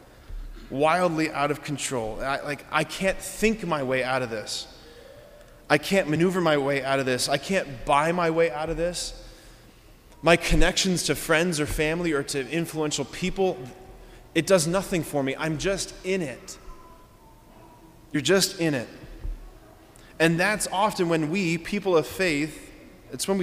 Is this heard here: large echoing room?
yes